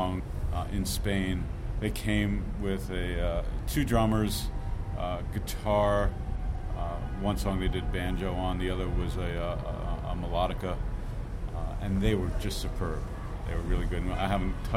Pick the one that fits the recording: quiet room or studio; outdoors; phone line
outdoors